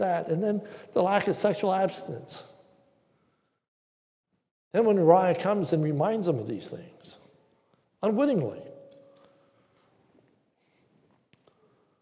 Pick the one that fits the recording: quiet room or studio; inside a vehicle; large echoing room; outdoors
large echoing room